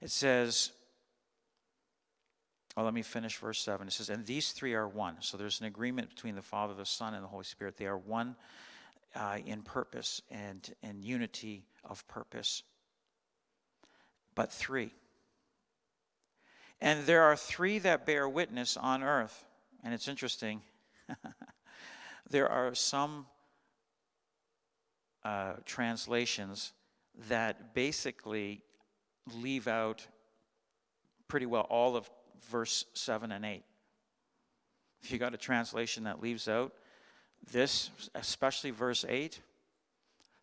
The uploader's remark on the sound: Sunday Morning Service, 2021-12-26